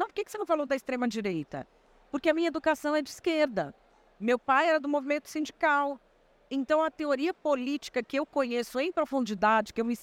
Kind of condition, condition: setting, busy venue